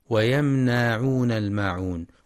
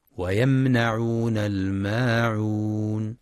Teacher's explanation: وفي قوله سبحانه ويمنعون الماعون، ينتبه القارئ لصفة التوسط في الميم الساكنة من ويمنعون، ويخطئ بعض الطلاب فيقرأ ويمنعون بمد النون هكذا ويمنعون الماعون، والصواب فتح النون فقط دون مد · Shown in: second take